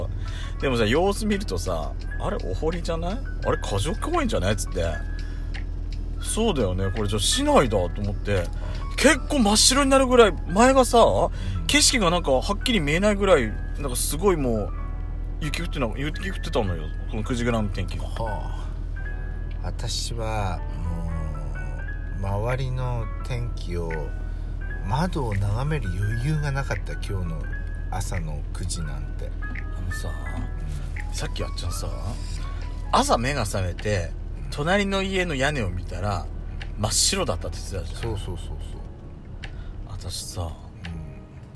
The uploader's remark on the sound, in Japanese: Radiotalk。パーキング収録。